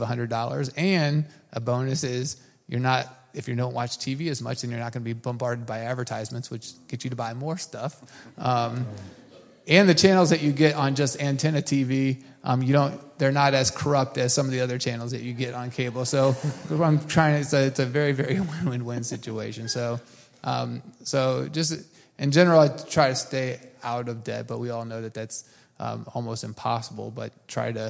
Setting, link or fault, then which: setting, large echoing room